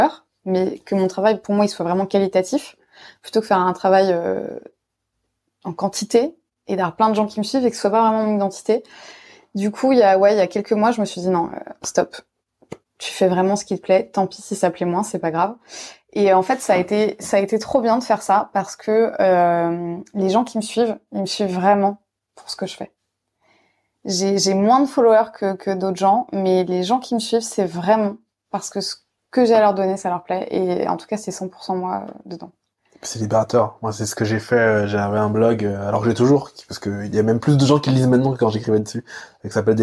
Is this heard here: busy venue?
no